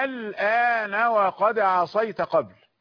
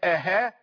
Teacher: ليست هاء ولا همزة وإنما تسهيل بين الهمزة والألف · Shown in: first take